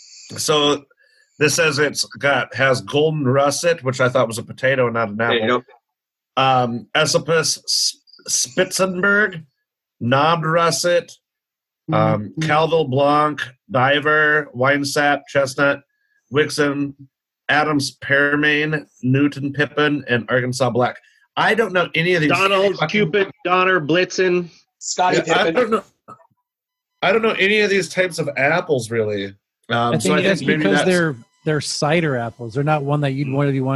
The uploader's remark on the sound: Another Zoom episode of Brews, Booze, & Reviews.